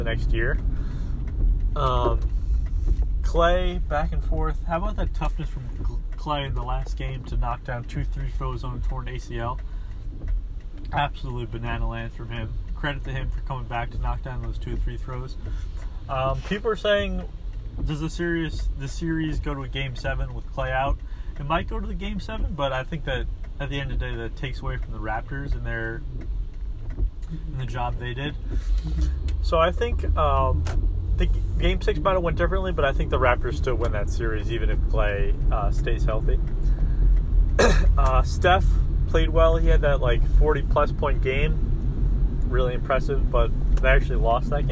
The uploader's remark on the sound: Podcast in a Car